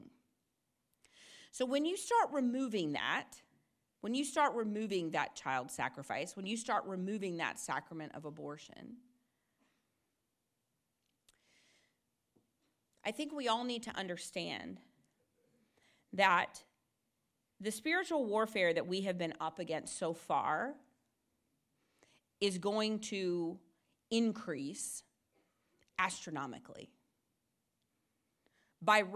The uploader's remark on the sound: Delivered an address at Christendom College.